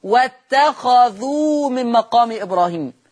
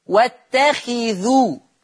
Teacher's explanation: حفص يقرأ بكسر الخاء واتخذوا. طب ورش يقرأ بفتح الخاء